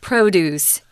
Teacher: the stronger accent, the stronger syllable is on pro. So, produce is something that can be grown.